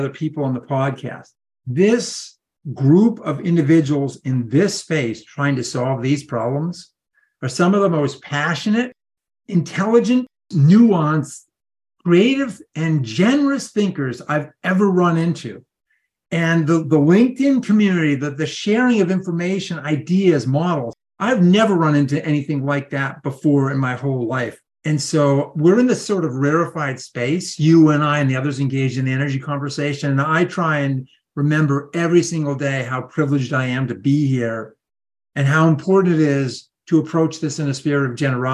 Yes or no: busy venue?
no